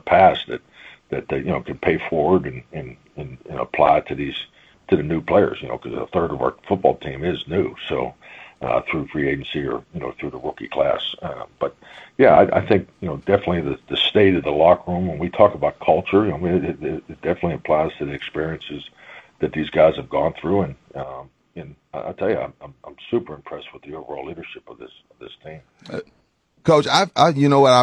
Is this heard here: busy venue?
no